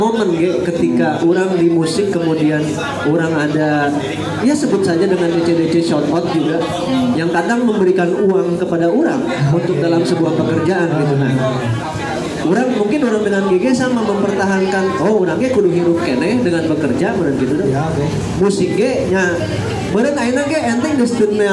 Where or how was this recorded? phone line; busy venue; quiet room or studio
busy venue